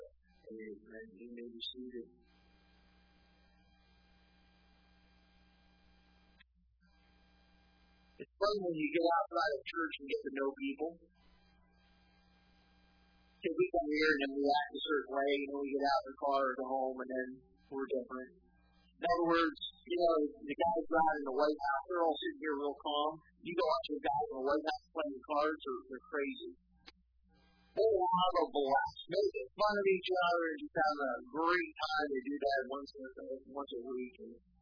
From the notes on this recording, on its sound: Sermon was recorded May 27, 2018 at Northside Baptist Church of Elkhart, Indiana